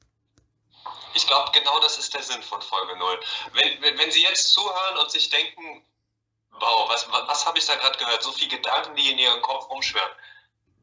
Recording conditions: poor sound quality